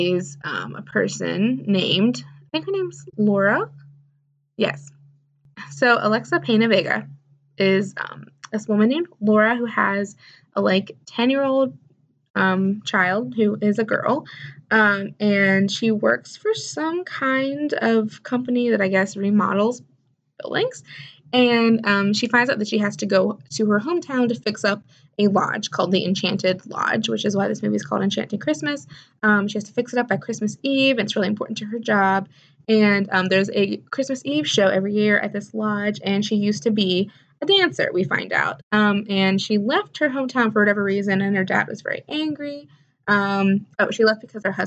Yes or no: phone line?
no